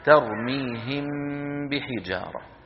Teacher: ترميهم الميم من الشفتين، بحجارة الباء من فين؟ أيضا من الشفتين